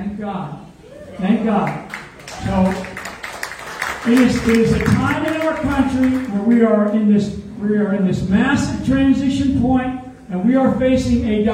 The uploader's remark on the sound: LIVE from Tulsa